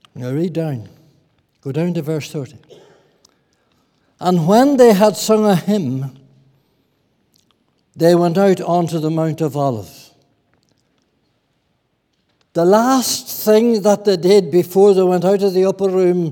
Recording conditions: large echoing room